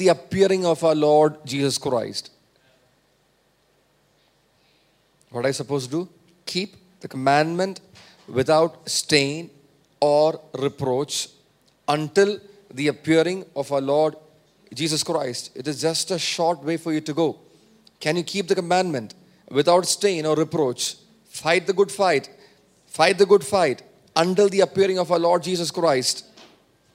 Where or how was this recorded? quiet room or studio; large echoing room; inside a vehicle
large echoing room